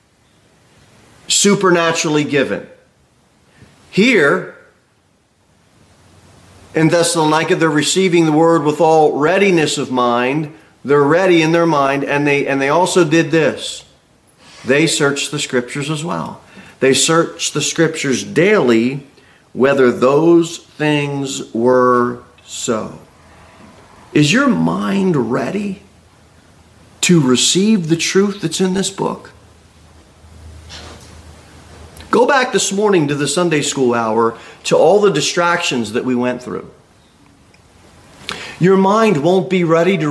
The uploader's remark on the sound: Sermon delivered at Pilgrim Baptist Church on Sunday, December 10, 2023, at 2:15 pm. Jere Whitson Rd.